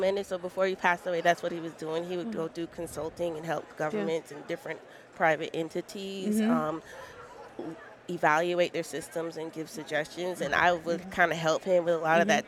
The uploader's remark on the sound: Live From ASSP Safety 2023